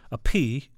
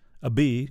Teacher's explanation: A P, you're not putting the buzz. A B, you're giving it a little buzz. · Term: voiced and unvoiced consonants